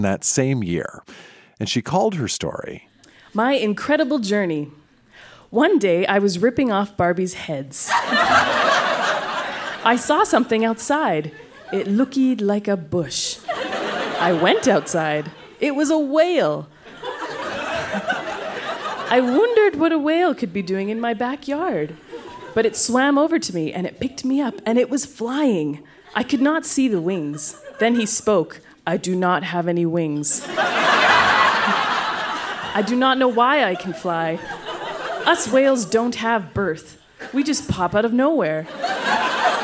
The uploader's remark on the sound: Recorded live at The Artesian in Regina as part of Winterruption 2017.